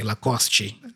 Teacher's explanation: we have a tendency in Portuguese to add this E sound, yeah? At the end of some words, yeah? Especially English words, yeah?